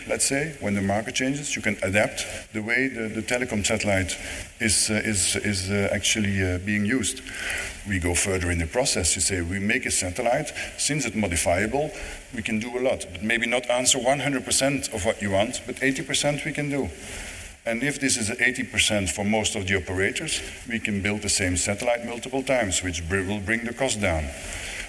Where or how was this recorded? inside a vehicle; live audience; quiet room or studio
live audience